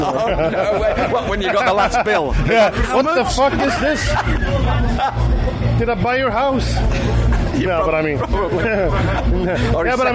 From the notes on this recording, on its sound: at the UK's premiere Heavy Metal Festival Bloodstock today for a chat